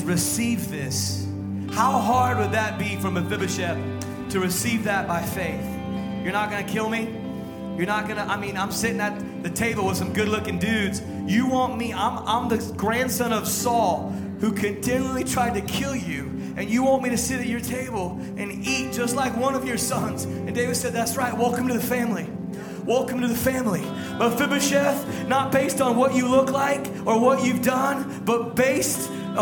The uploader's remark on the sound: Sunday Service Live Stream